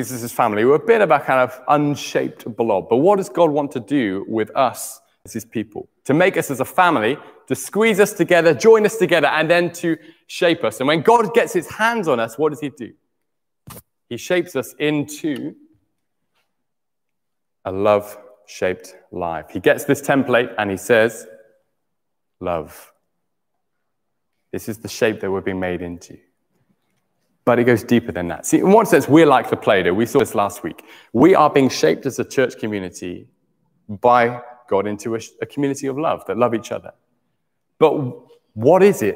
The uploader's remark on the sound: Morning Service 13-09-20 (11.15am LIVE Stream)